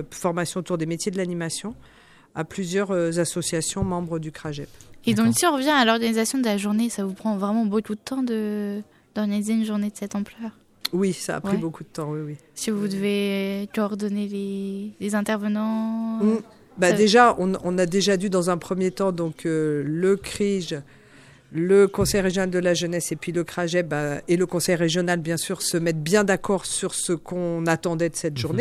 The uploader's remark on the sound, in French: Radio2B était à l'animation de Radio 100% Lycéens à l'occasion de la journée de l'engagement des jeunes en région Centre-Val de Loire. Ont interviewé tous les responsables administratifs et associatifs présents à Joué-les-Tours. Emission réalisée en direct samedi 30 mars 2019 depuis le Campus des métiers de Joué-les-Tours.